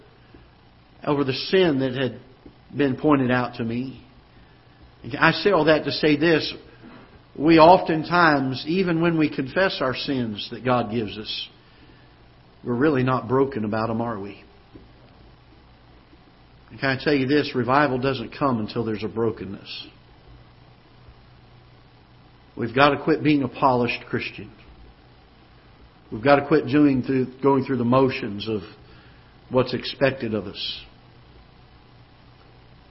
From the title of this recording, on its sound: Ketha Heights Baptist Church ~ Live Broadcast